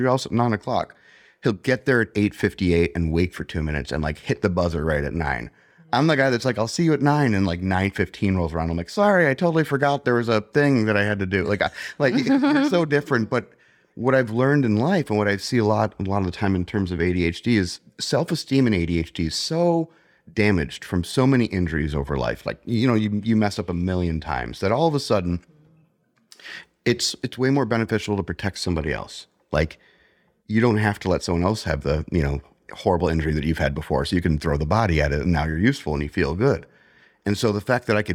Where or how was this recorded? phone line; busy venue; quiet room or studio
quiet room or studio